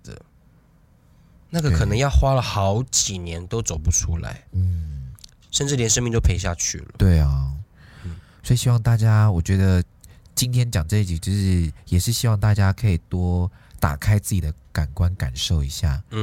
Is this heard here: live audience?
no